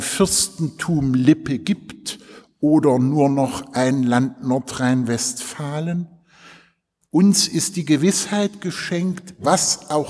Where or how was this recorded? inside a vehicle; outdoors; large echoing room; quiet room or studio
large echoing room